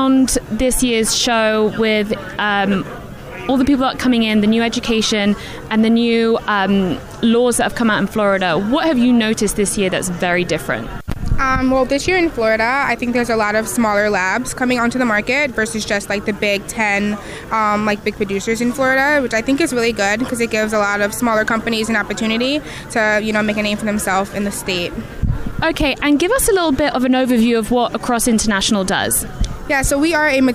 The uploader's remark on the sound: From The 2019 USCC Expo